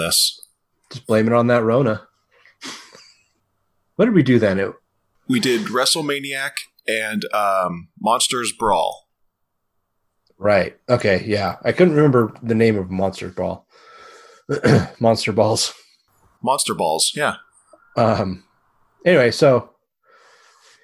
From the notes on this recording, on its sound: We made the mistake of trying to record this through Zoom, and it blew up in our faces. This episode was a mess and took a LOT of clean up. The audio still isn't great, but it's definitely not the worst sounding show we've put out!